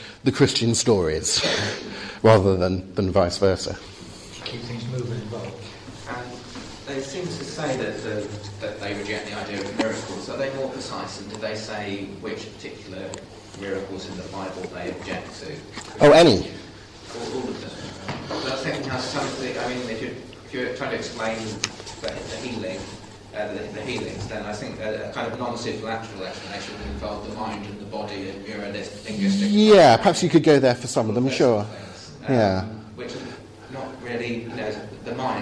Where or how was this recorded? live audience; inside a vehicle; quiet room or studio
live audience